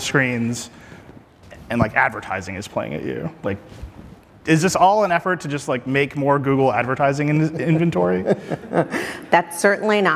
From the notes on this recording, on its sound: we recorded it live, on stage at Code Conference